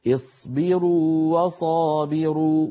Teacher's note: التقى واوان والواو الأولى مدية لابد من إعطائها حقها من التطويل والمط الطبيعي